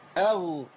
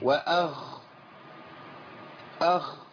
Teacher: خد بالك الفرق بين الغين والخاء هو جريان النفس وعدم جريان النفس بس